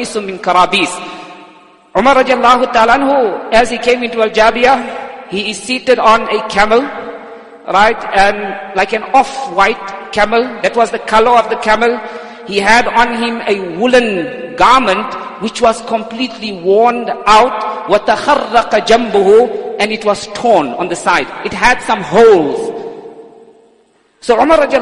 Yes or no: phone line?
no